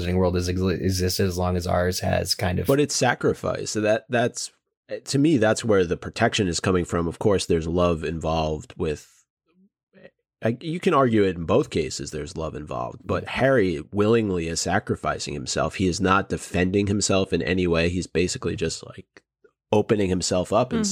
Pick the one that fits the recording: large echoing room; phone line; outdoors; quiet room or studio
quiet room or studio